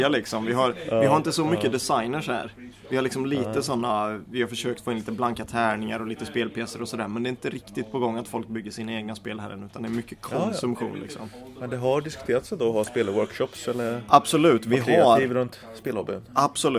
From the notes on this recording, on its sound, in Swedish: I Brädspelskafeét i Karlshamn.